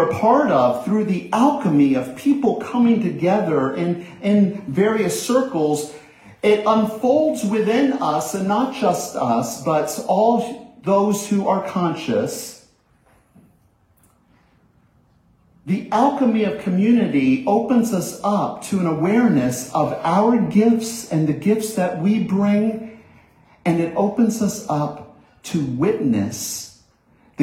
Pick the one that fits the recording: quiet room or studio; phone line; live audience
live audience